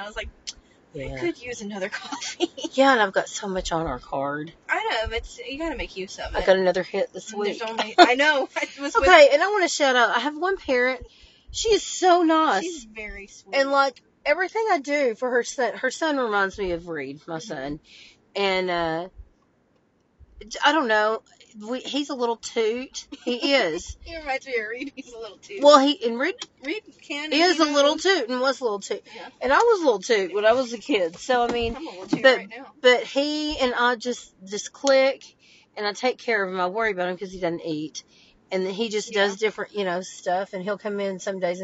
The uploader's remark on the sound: Join us for a special bonus episode in the car!